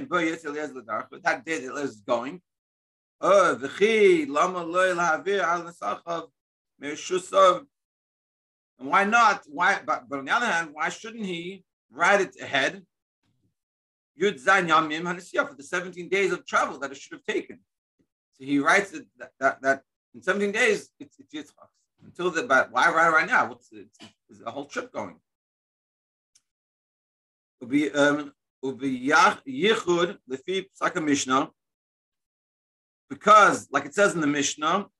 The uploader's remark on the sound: Daily Zoom Shiur.